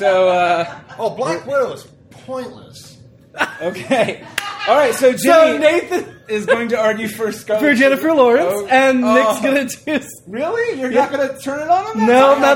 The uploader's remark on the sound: This episode was recorded in front of a live studio audience as a warm-up for It’s All Been Done Radio Hour.